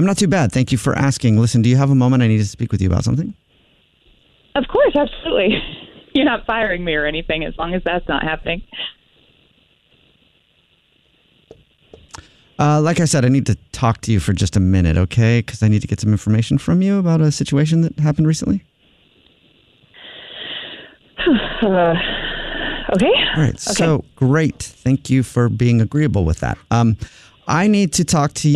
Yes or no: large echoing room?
no